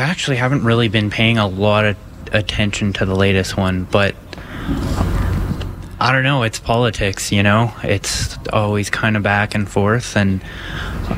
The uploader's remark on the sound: Join us as we broadcast live from the Bomber Command Museum of Canada in Nanton, Alberta.